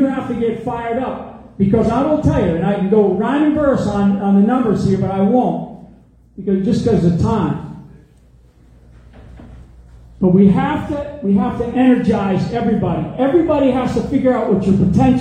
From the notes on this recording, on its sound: LIVE from Tulsa